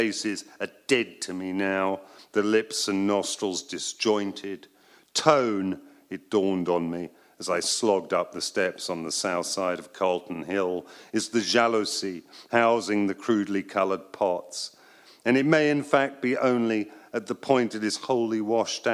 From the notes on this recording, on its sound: Live at Pin Drop at the Royal Academy of Arts. Live at Royal Academy of Arts.